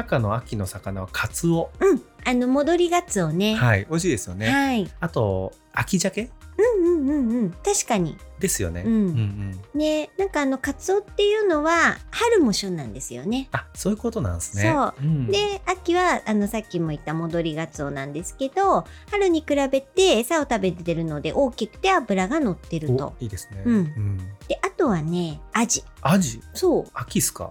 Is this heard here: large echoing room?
no